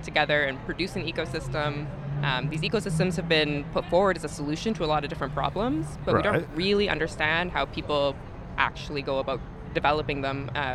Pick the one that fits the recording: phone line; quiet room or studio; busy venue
busy venue